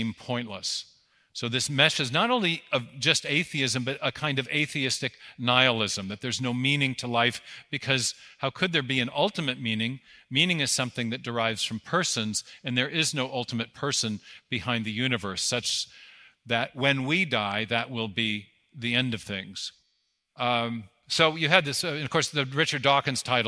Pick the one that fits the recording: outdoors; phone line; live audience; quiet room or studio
live audience